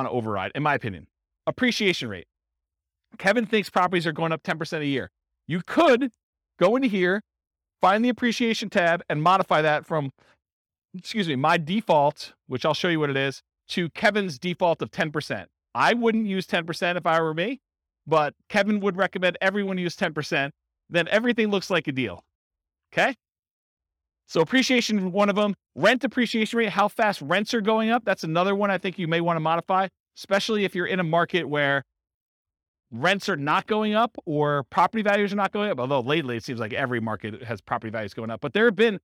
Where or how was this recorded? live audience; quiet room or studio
live audience